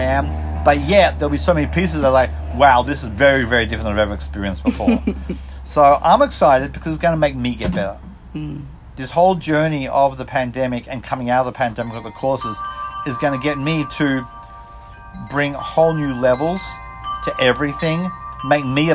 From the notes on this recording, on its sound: Takes a moment on my front porch.